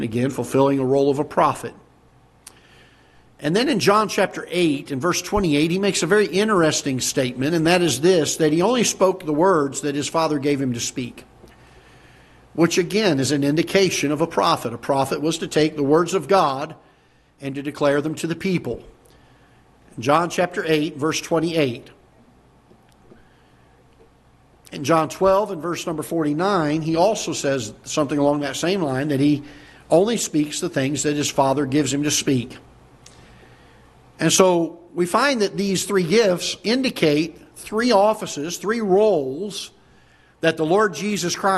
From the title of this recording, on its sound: Ketha Heights Baptist Church ~ Live Broadcast